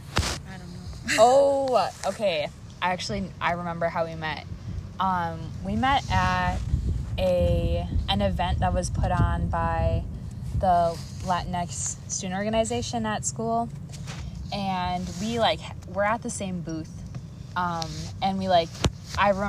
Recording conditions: outdoors